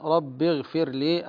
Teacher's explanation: الغين في أقل مراتب التفخيم لسكونها بعد كسر